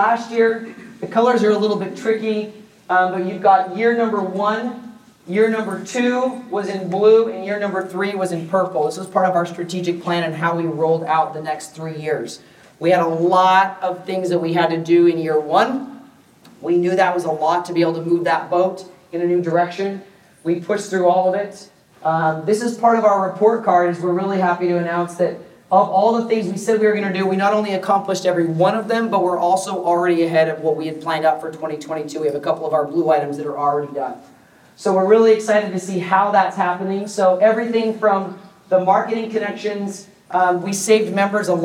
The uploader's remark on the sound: Recorded live on Saturday from Transworld’s Halloween & Attractions Show. While I snipped a few things out for continuity, this remains mostly unedited.